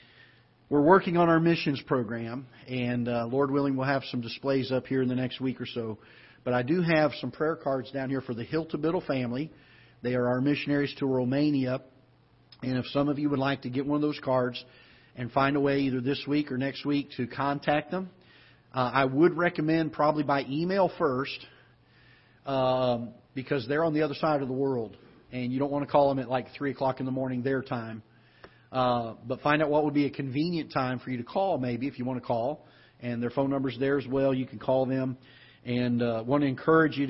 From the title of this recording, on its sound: Ketha Heights Baptist Church ~ Live Broadcast